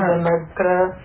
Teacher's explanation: The swara on idamagra, it looks like it goes up. Idamagra, it does.